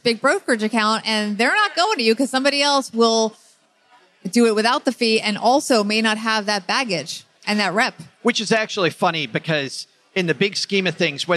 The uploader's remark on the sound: Live from PodFest. We traveled to Orlando. While there we performed a LIVE show.